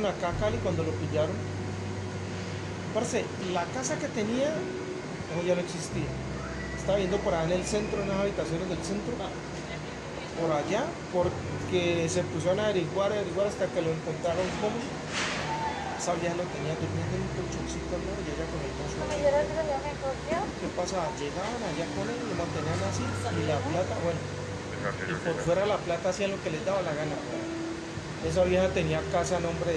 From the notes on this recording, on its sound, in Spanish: perdonará por el ruido